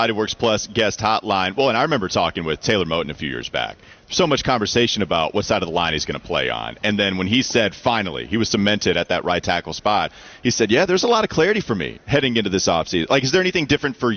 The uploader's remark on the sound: Get off the bus live from Panthers training camp.